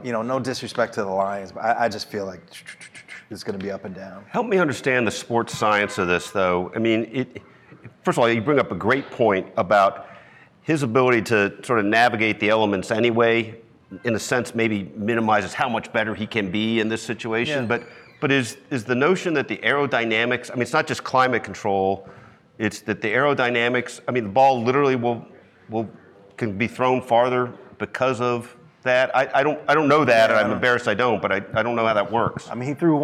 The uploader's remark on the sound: This episode was originally recorded as a Facebook Live video at Big O Tires in Blue Springs.